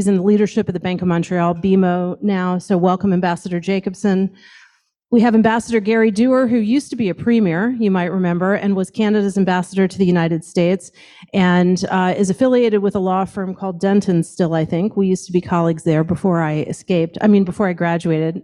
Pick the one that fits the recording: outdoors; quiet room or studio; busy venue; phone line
busy venue